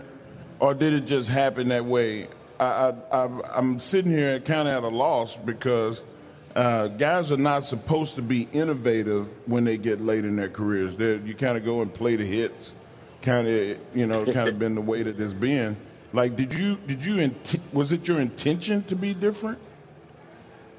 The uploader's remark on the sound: LIVE from the LA Convention Center, as they prepare for WrestleMania weekend!